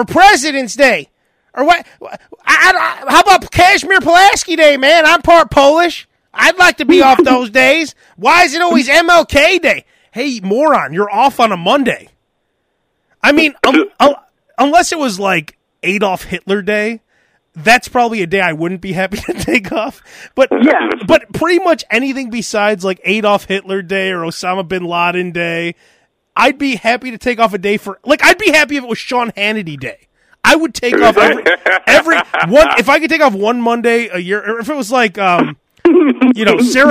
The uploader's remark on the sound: Guy from dealership calls. Live during podcast.